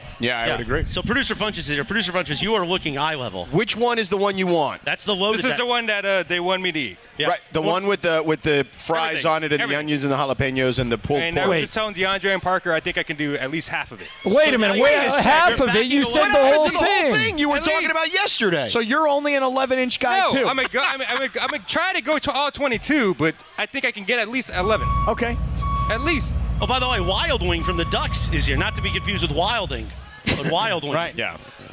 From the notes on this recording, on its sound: LIVE from Yaamava Resort & Casino